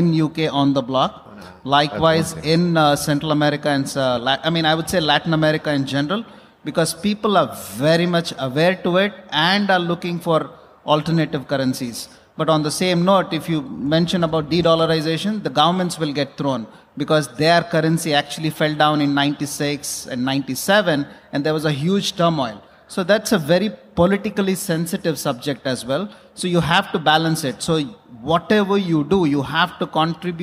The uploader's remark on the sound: Panel Discussion at Cryptoexpo 2023 edition